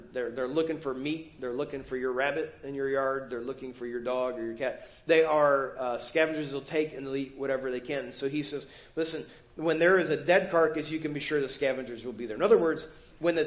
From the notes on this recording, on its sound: Preached at First Baptist Church of Hazel Park